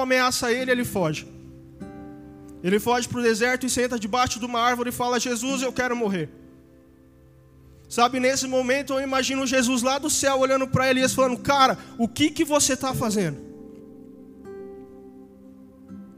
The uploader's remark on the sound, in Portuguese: Áudio do Culto de Domingo